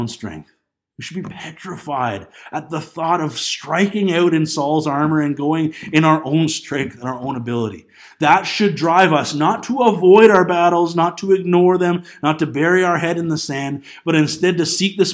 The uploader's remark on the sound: This Sunday morning message sas recorded on January 12, 2020 at Bethel Pentecostal Tabernacle in Clinton, BC.